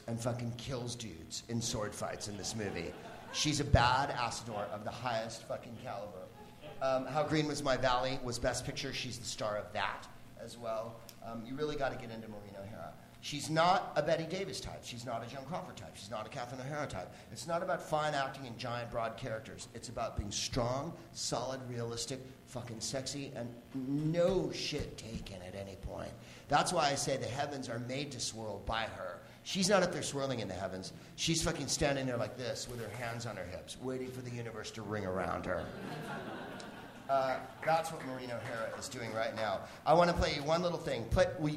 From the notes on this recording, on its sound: Live from The Upfront Theatre in Bellingham, WA.